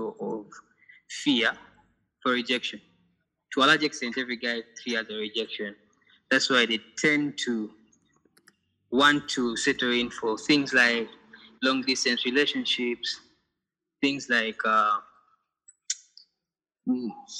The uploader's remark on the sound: We hosted this episode via zoom.